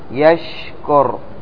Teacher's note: والملاحظ الشين والياء فإنهما من وسط اللسان